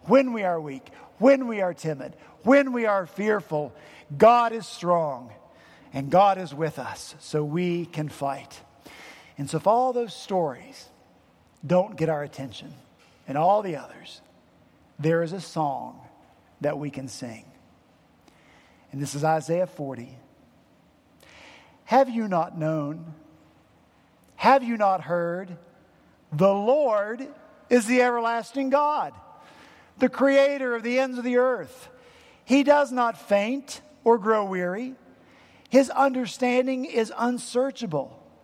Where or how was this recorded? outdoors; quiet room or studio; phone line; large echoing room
large echoing room